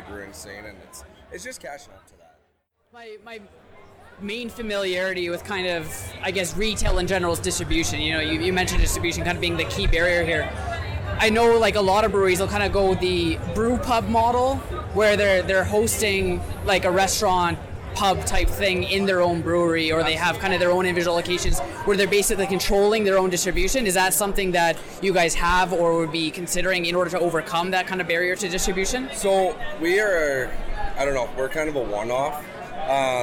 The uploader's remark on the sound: Bonus Live Interview Audio from TasteTECH